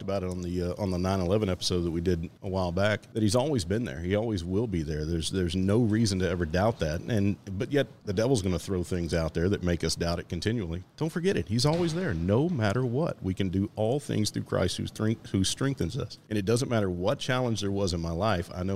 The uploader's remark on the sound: Recorded at Tusculum Brewing Company